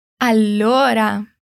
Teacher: Você dá aquela paradinha no L. · Term: doppia consonante